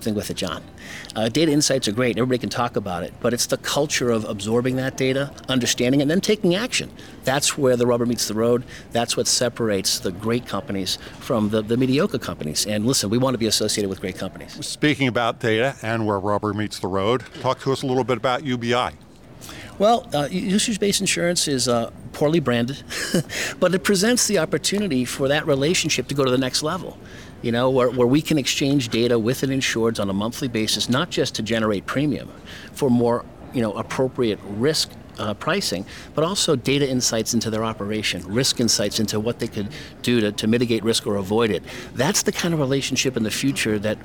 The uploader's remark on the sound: spoke with AM Best TV at RIMS' annual Riskworld conference, held in Atlanta.